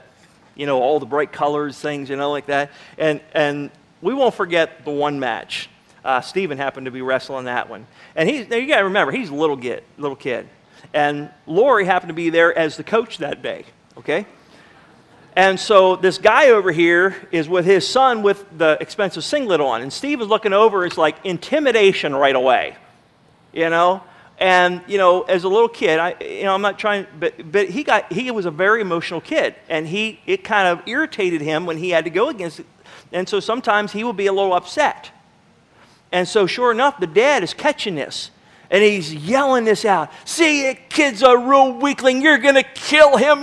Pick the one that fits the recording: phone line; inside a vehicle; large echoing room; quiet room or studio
large echoing room